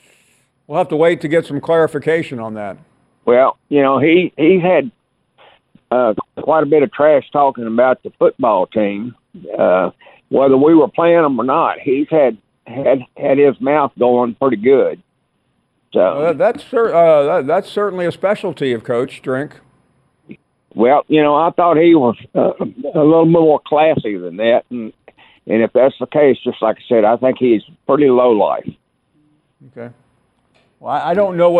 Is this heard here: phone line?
yes